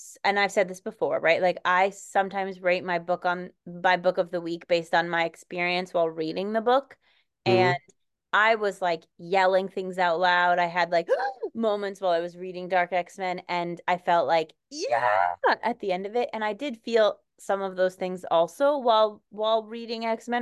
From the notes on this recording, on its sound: Apologies in advance for the sound this week friends, we're recording on zoom